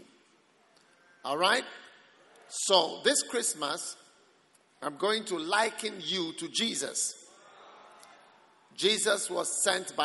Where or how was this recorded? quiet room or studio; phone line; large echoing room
large echoing room